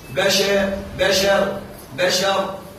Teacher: لك أن تميل الفتحة التي على الشين · Term: إمالة الفتح